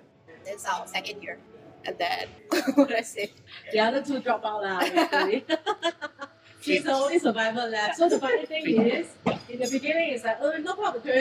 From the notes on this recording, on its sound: Please forgive the sound quality. This was recorded in a rather noisy environment.